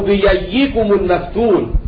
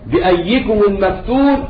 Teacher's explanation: يعني له فيها الإبدال ياء وله أيضا تحقيق الهمز بأيكم المفتون أو بيكم المفتون هكذا.